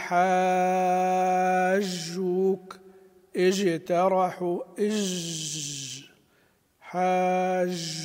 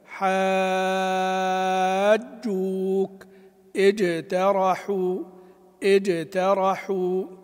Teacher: حرف الجيم هو من حروف وسط اللسان، والوسط فجيم الشين يا. الجيم حرف شديد ويحذر من نطقها رخوة ضعيفة · Shown in: second take · اللي يقول حاجوك اجترحوا اج حاج، هذا حرف رخو ضعيف وليس فيه الشدة التي ينبه عليها المشايخ.